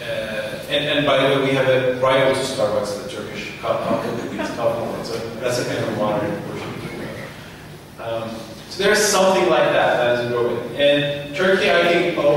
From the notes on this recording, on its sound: This panel discussion is from the 2011 meeting of the Property and Freedom Society. Discussion, Q&A (PFS 2011).